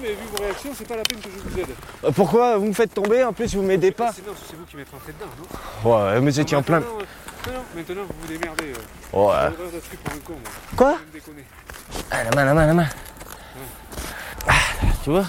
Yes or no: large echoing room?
no